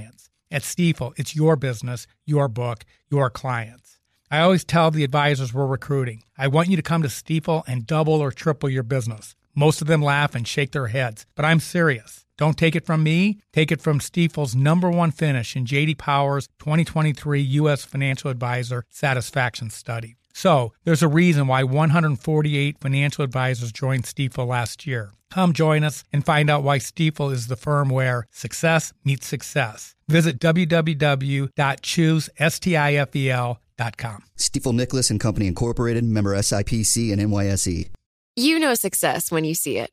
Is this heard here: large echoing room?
no